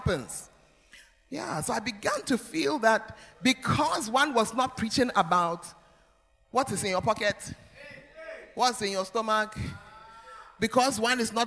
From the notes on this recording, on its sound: Preached at First Love Center; Ayeduase